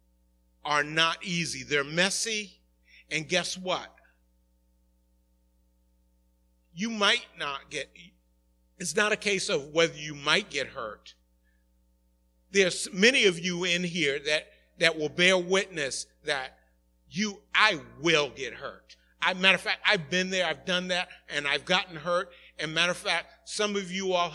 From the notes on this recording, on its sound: Recorded at the 11:30am Service